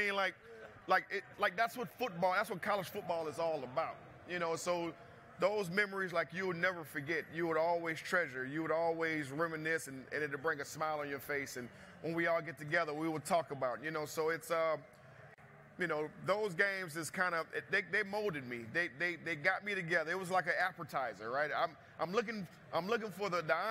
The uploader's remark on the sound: Live from the College Football Playoff National Championship